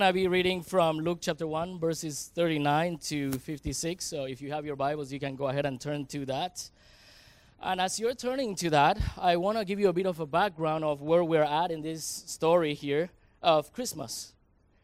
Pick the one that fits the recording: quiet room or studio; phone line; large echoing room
large echoing room